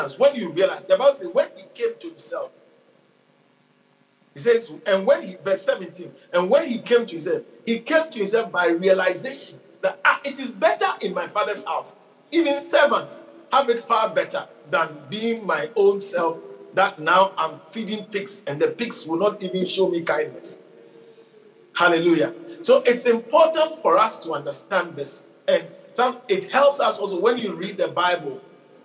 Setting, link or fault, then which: setting, large echoing room